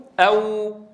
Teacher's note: الأول اهتزاز الأوتار الصوتية، فكلاهما مجهور. والأمر الثاني لابد من ضم شفتين إلى الأمام · Term: واو